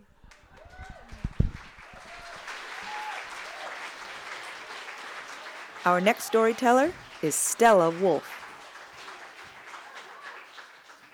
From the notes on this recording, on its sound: Recorded live on July 27, 2014 at Preservation Hall in Wellfleet, Massachusetts.